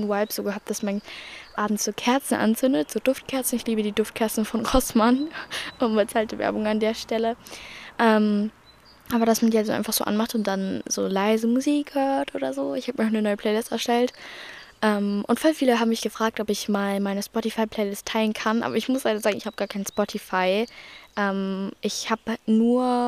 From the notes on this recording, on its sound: Talk outside. Heute saß ich im Garten und hab ein bisschen drüber geredet.